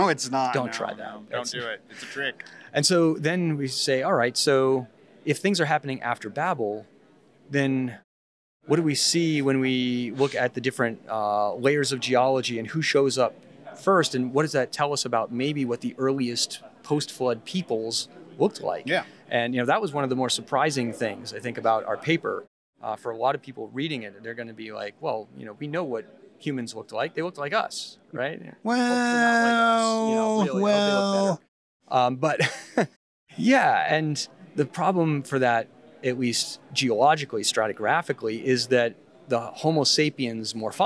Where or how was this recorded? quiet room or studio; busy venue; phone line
busy venue